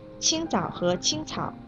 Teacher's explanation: 枣不送气，草要送气 · Term: 送气与不送气